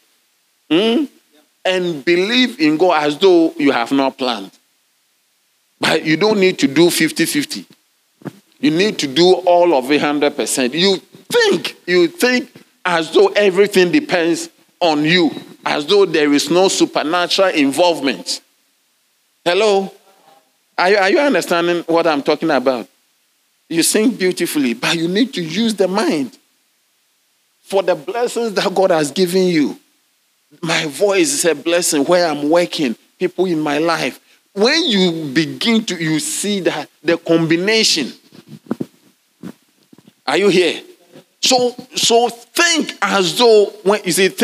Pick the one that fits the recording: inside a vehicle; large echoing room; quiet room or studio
large echoing room